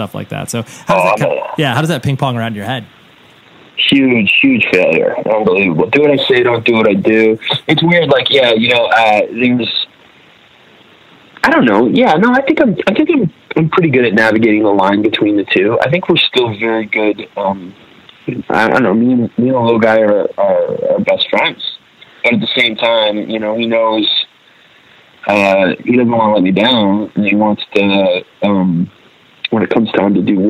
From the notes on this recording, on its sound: We hopped on the phone one day (some dodgy cell service up in Canada)